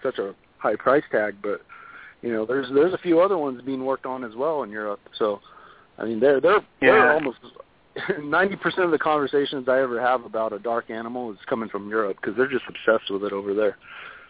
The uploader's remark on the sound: In this episode we will host an evening of open lines. We may even make a few of our own phone calls.